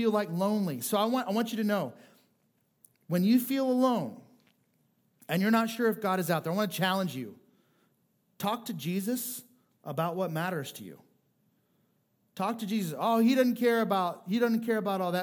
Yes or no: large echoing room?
yes